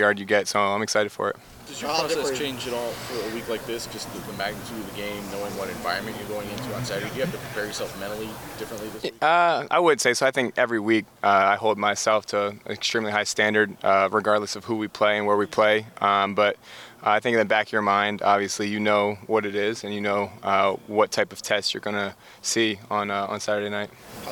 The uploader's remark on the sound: Uncut audio primarily from Ohio State press conferences, but also from individual interview sessions. We are bringing you unedited audio from player availability sessions.